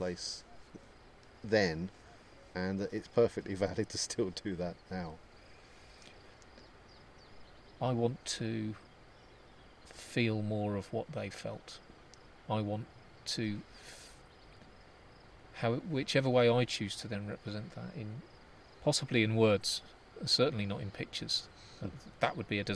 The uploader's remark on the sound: Recorded on location in Asturias, Cantabria and Castilla y Leon in northern Spain.